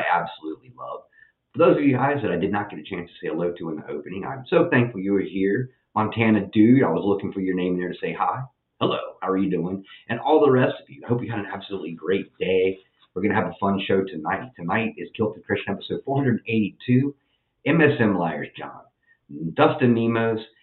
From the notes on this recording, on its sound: Had audio issues